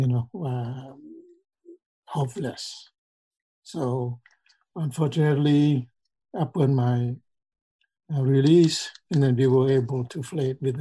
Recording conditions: video call